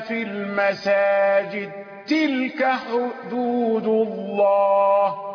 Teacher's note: الدال أضغمت في التاء فأصبحت تاء مشددة